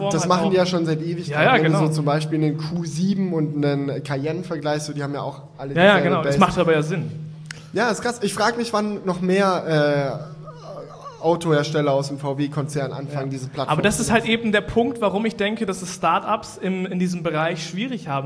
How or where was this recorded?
live audience